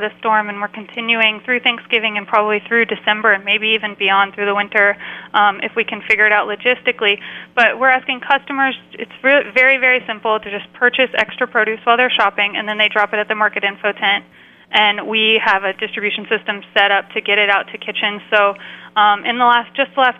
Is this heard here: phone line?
yes